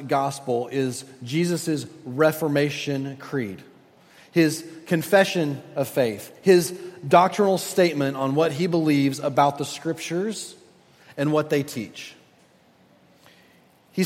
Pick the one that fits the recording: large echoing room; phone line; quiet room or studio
large echoing room